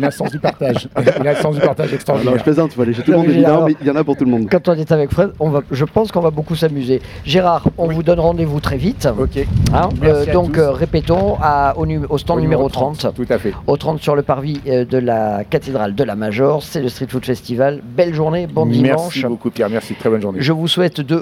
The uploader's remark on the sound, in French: Radio Grenouille au Street Food Festival 2022 - Dimanche